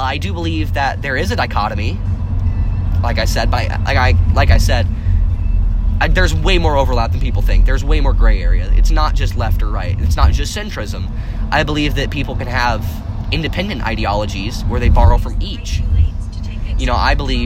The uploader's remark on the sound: Recorded backseat with the buds.